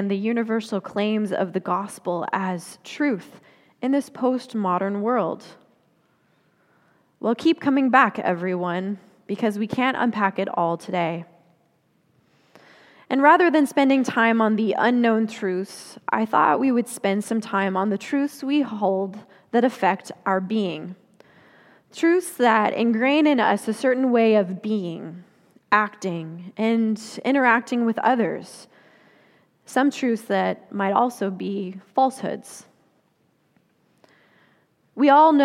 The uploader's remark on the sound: Confirmation Sunday message delivered during the Traditional Worship Service. Confirmation Sunday message delivered during the Traditional Worship Service.